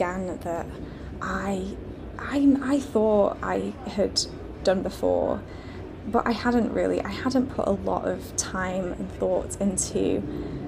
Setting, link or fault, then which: setting, outdoors